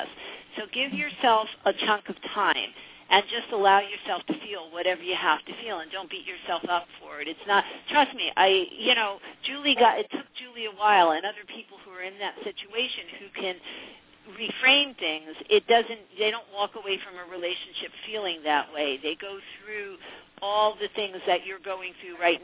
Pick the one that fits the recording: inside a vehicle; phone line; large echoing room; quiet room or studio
phone line